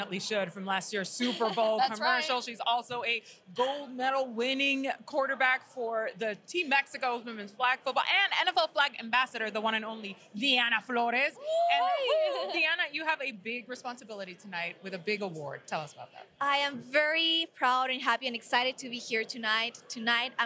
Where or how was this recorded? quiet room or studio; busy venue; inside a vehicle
busy venue